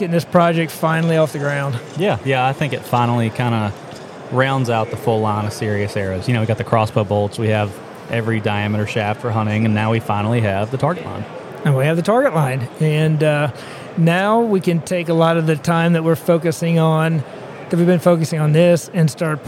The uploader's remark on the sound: Live From The Great American Outdoor Show